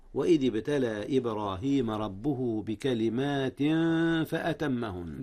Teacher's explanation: إخفاء هنا يا أستاذنا. جميل، أخفي التنوين قبل الفاء وهي من حروف الإخفاء